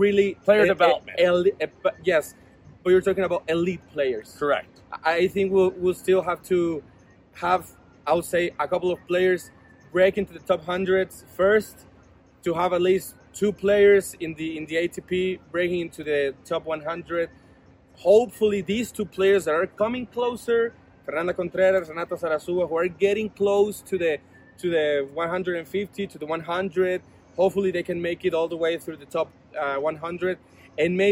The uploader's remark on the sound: Live from WTA Guadalajara 2022